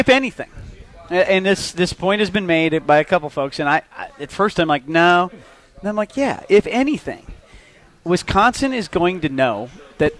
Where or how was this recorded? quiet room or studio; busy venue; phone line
busy venue